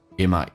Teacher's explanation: might 的 T 去掉，用降调来发